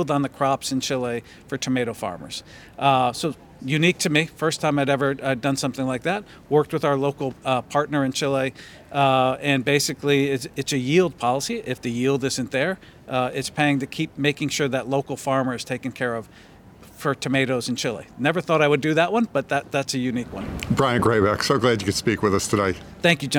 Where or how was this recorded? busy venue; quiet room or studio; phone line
busy venue